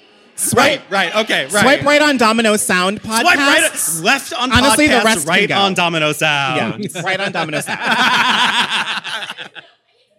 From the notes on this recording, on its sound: LIVE at Domino Sound Fest! At Domino Sound Fest to record a very special Pride episode.